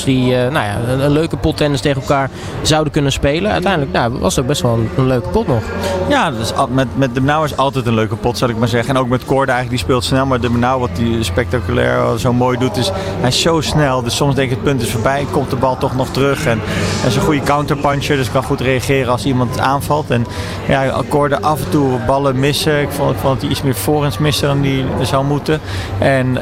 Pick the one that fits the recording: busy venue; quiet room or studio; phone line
busy venue